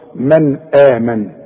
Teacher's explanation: من حرف مرقق، النون ساكنة وبعدها الهمزة، يبقى النون دي حرف إظهار ما غنش